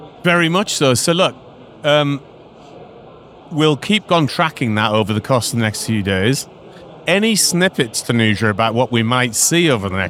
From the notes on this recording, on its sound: We are live from AWS re:Invent 2023 in Las Vegas, direct from the Expo floor, with a limited series of episodes talking to AWS leaders on themes of the conference.